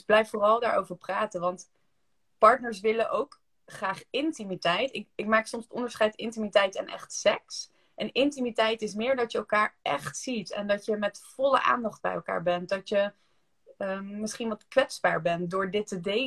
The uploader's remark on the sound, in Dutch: Heb ik een Insta live opgenomen. Dus we hebben deze sessie ook als podcast opgenomen.